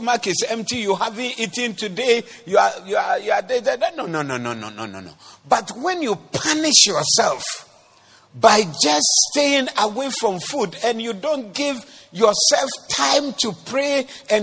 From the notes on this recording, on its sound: Preached at the Doxa Service 20012024